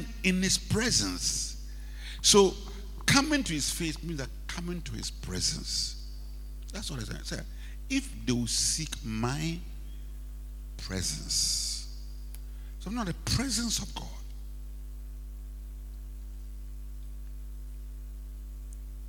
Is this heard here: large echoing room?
yes